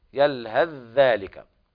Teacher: إذا وصلنا الآية كلمتين معا فيقرأ حفص بالإدغام